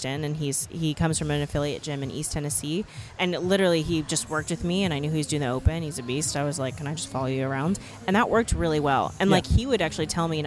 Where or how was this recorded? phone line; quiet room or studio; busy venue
busy venue